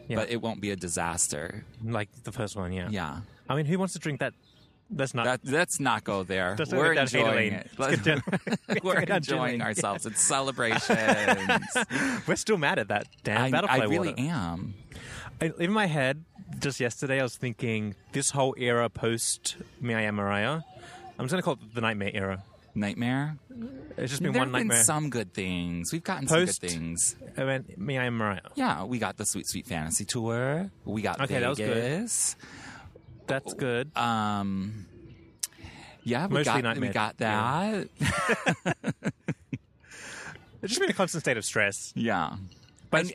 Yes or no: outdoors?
yes